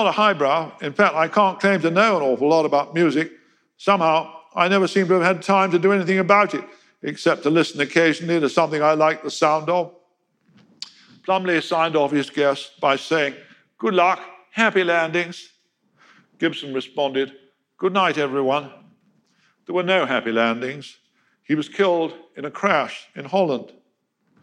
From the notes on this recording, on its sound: In a lecture he delivered at our 2019 BBC History Magazine History Weekend event in Winchester